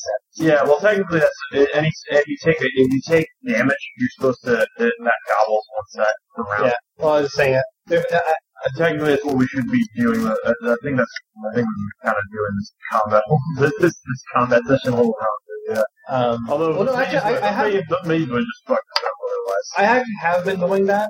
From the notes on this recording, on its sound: Sorry about the audio